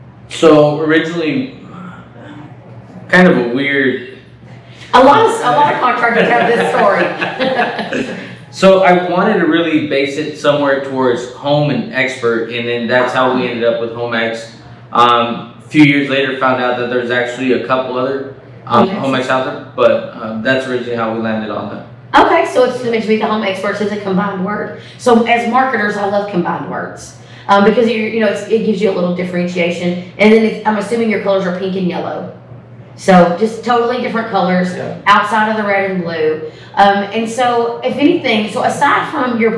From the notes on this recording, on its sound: on location in Austin, TX for ServiceTitan's Marketing for the Trades Summit!